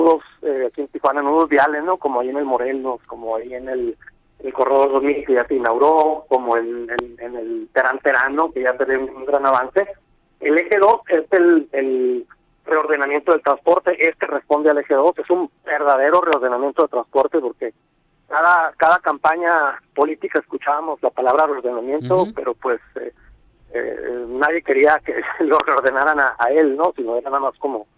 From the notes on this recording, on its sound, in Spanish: Vía telefónica.